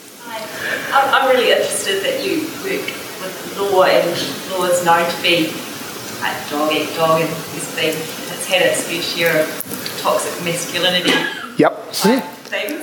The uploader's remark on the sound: Speaking at the 2021 Marlborough Book Festival.